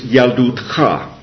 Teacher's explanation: And normally the word is yaldutcha, with a shva there. But here it's pausal, yaldutecha, the accent has come back one syllable.